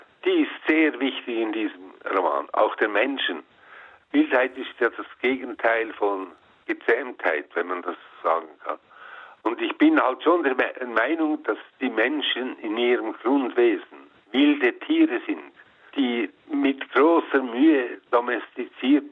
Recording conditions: phone line